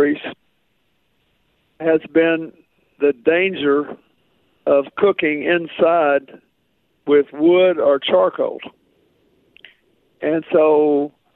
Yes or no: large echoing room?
no